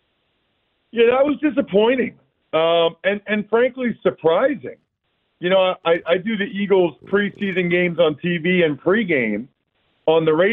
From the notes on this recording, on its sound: Back to the phone lines for your calls.